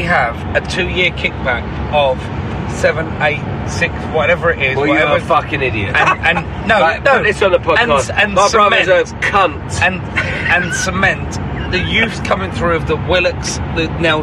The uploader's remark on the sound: record a podcast on their way back from our 1-1 draw with Manchester United